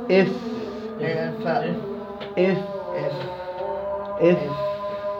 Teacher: المخرج الأول باطن الشفة السفلى مع أطراف الثنايا العليا. · Term: مخرج الفاء